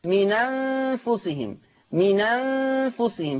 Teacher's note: هحرك النون بحركة الهمزة، فتصير نون مفتوحة · Term: النقل